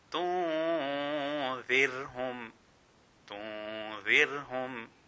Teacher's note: this ra is being pronounced with an empty mouth because it has a kasra before it. Tunzirhum, tunzirhum.